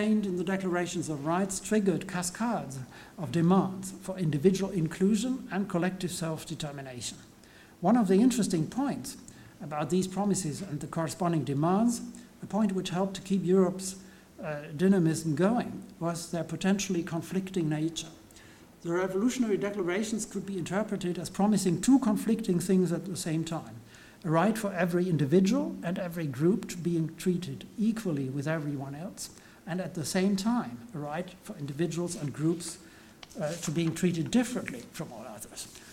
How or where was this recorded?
large echoing room